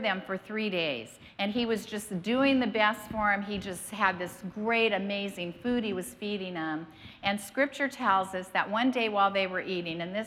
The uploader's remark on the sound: was preached on March 27th at the 10AM service.